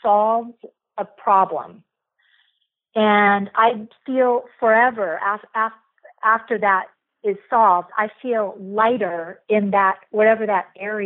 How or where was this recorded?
phone line